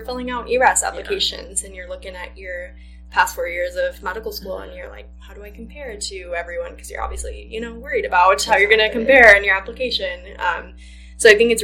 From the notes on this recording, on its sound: The audio unfortunately is not the best.